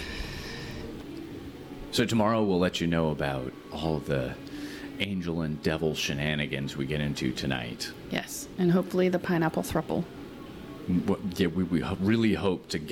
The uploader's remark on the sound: Recording live from the event here in Costa Rica!